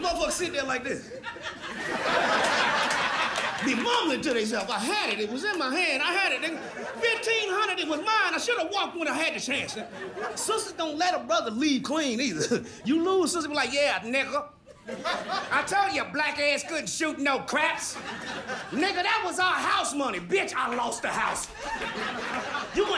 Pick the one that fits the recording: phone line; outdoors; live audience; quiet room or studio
live audience